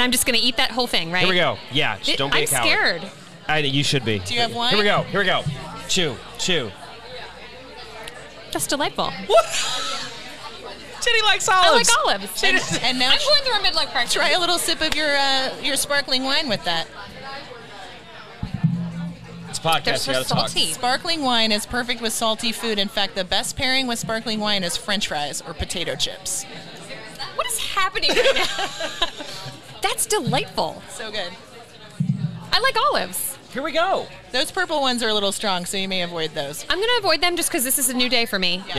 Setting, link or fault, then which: setting, busy venue